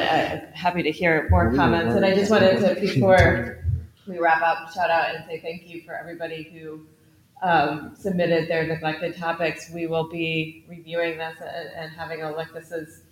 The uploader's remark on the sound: Live from the American Society for Bioethics and Humanities Conference in Portland, OR.